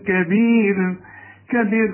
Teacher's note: كل الحروف مرققة بما فيهم الراء عند الوقف، عند الوصل الراء مفخمة عليها عشان عليها ضم كده.